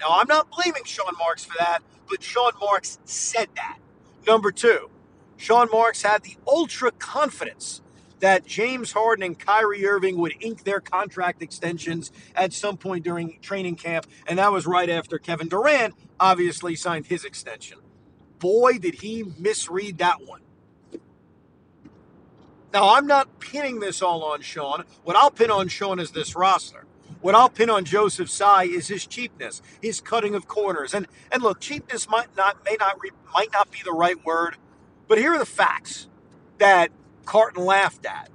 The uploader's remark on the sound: Drive home reaction. While driving home.